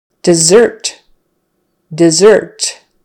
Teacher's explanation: We have more of a short I sound now, and the stress is on the second syllable